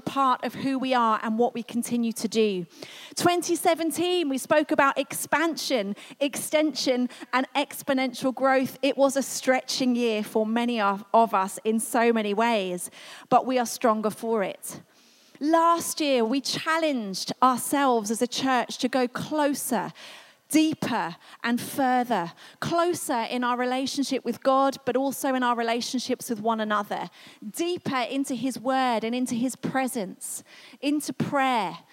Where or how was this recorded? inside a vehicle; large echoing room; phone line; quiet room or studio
large echoing room